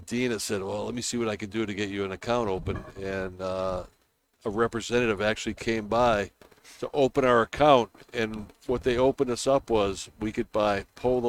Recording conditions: busy venue